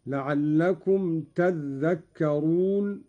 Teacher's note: قرأ قالون بتشديد الذال هكذا: لعلكم تذكرون، على إبدال التاء ذالا وإدغامها في الذال